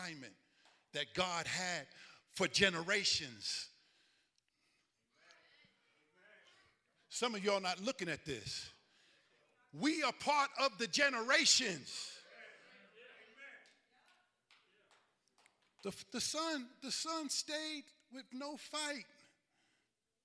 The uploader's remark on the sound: Recovery Church Live Event